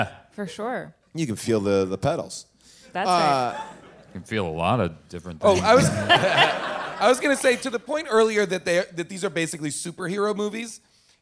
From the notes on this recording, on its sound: Recorded LIVE from Largo in Los Angeles. During audience Q&As!